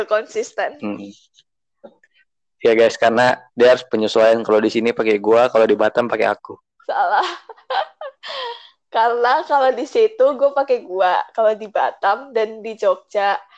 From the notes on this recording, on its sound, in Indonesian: Kami masih tes mic.